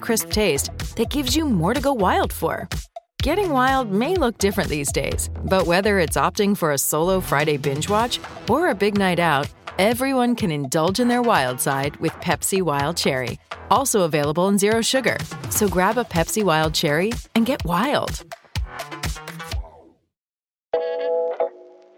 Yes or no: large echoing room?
no